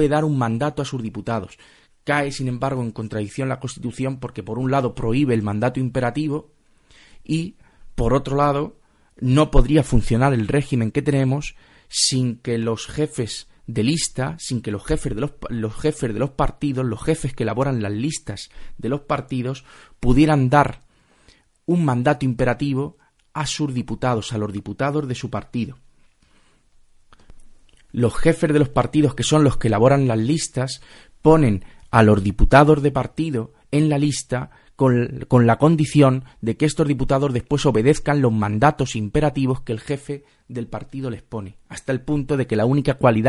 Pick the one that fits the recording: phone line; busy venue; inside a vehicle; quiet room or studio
quiet room or studio